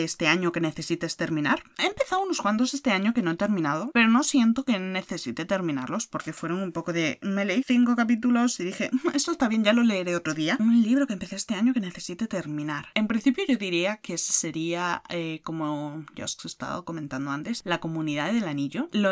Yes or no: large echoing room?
no